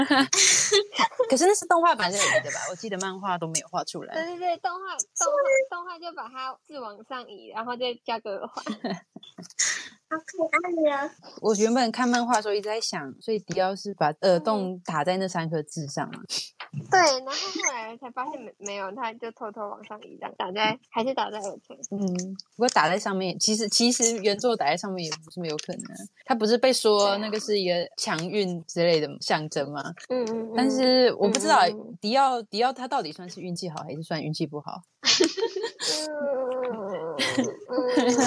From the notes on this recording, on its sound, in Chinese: 由於初期在音訊空間直播時設備比較簡陋，錄音品質不是很好，建議不要使用耳機收聽喔！